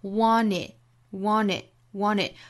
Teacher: 就是 t 这个爆破音略掉，前面的前鼻音去跟后面元音做连读